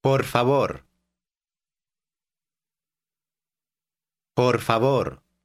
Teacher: Are you saying those two Spanish R sounds? They are said with the tip of the tongue behind the upper teeth.